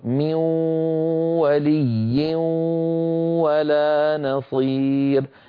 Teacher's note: الغنة بقيت، ليس فقط بقيت بل طولت وصارت ممطوطة